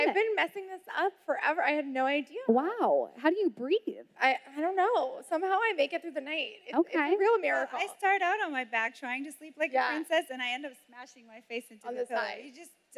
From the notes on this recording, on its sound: we pulled audio from the last Create & Cultivate event